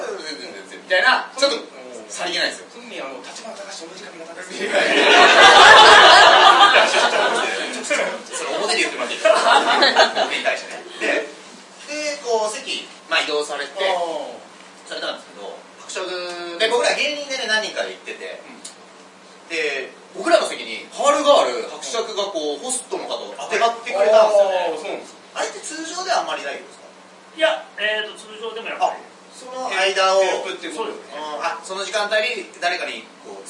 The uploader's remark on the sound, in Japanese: 公開収録ライブ